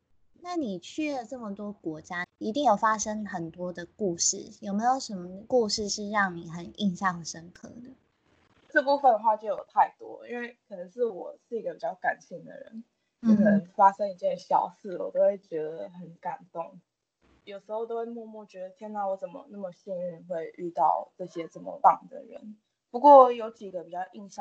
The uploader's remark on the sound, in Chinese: 本集音質比較差，建議避免使用耳機收聽